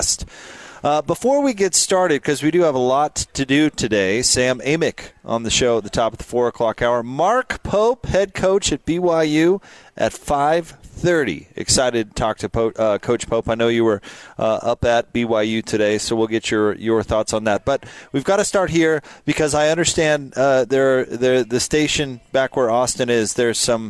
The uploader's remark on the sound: LIVE at The Warehouse in Orem